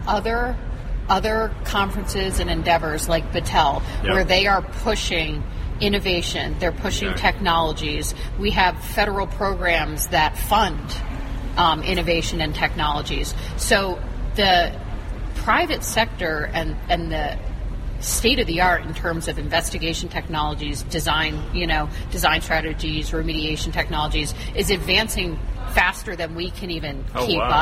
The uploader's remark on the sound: Live from the Symposium on Design & Construction Issues at Hazardous Waste Sites - West. Live from the Symposium on Design & Construction Issues at Hazardous Waste Sites - West.